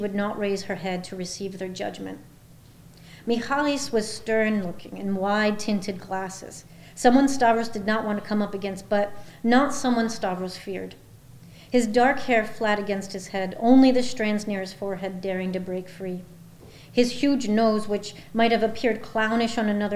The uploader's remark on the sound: This talk was recorded in Memorial Hall at UMass Amherst.